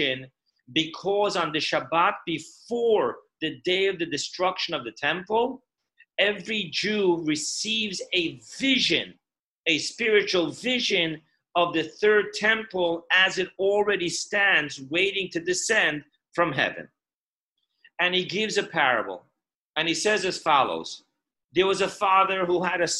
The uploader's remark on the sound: Zoom Parsha Class